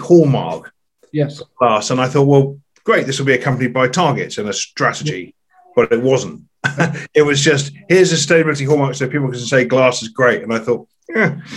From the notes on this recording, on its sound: This is a recording from our Sustainable Wine Packaging online conference that took place on 23rd June, 2021.